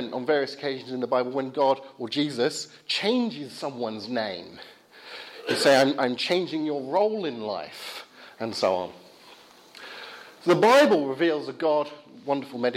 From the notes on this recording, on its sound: Talk from the 'Reasonable Faith?' meeting at Highfield Church, Southampton, 7th Feb 2016.